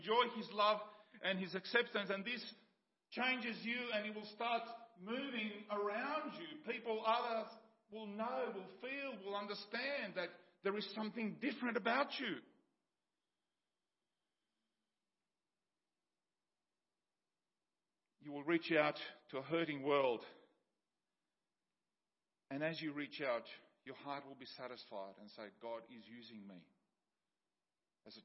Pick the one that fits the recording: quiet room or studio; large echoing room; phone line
large echoing room